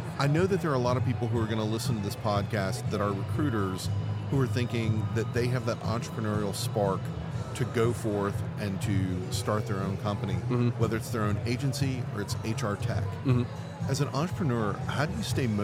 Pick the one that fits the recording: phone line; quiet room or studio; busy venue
busy venue